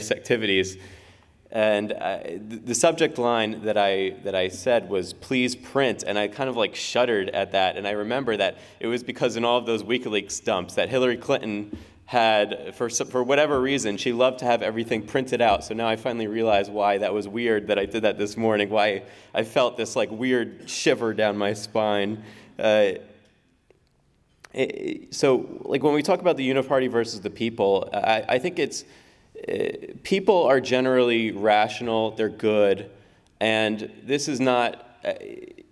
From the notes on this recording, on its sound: speaks at the Ron Paul Institute's Summer 2023 Conference in Houston